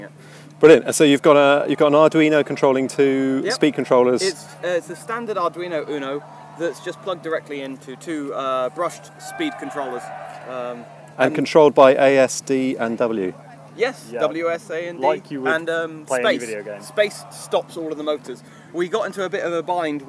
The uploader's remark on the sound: recorded at EMF camp